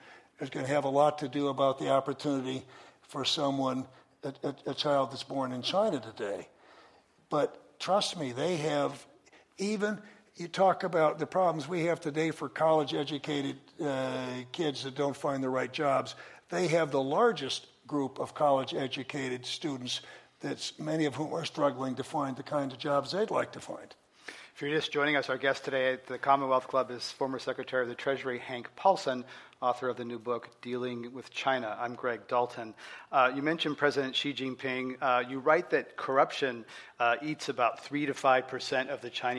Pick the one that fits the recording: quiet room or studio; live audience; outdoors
live audience